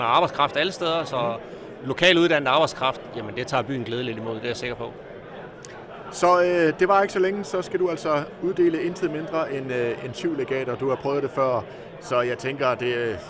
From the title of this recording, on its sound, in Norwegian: LIVE FRA FAGENES FEST